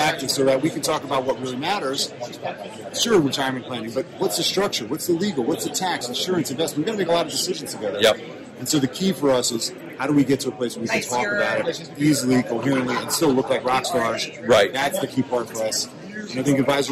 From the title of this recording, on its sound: Live From The Fearless Investing Summit